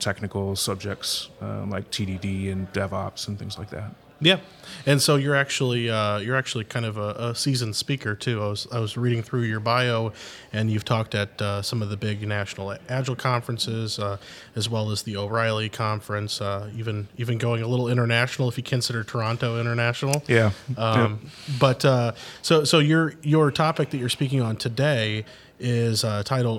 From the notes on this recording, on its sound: Live From Agile Midwest.